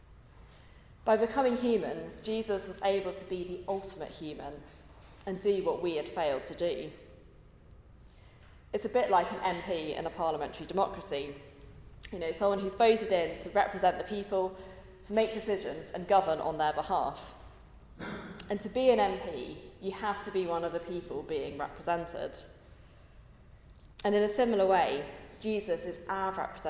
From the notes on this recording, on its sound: at a Christians in Parliament Chapel Service which was held in the Chapel of St Mary Undercroft